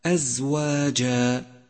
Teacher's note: لاحظ صفة الصفير لحرف الزاي من كلمة أزواجا أزواجا، وقد مر معك أن الصفير صوت يشبه صوت الطائر، وحروف الصفير هي الصاد والزاي والسين.